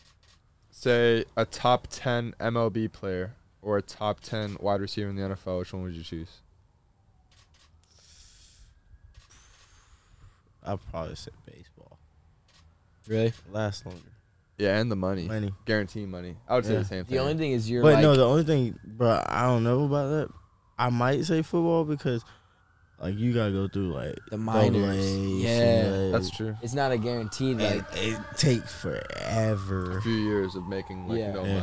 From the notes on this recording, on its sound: join the boys in the truck